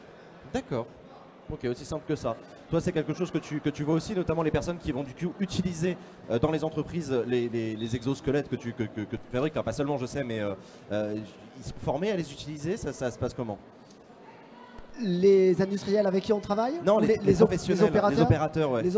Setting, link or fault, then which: setting, busy venue